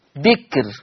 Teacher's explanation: الكاف الساكنة حاجز بين الباء المكسورة والراء المضمومة، فحكم الراء الترقيق قولا واحدة